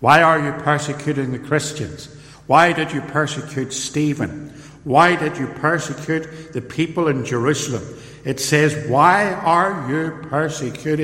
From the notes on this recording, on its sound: In this sermon, preached at Templepatrick Reformed Church in January 2020